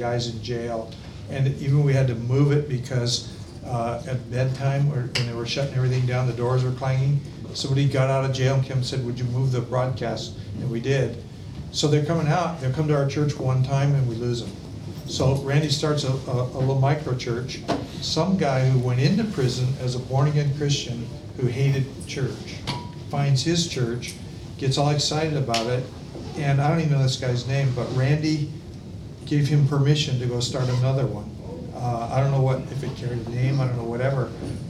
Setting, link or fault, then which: setting, live audience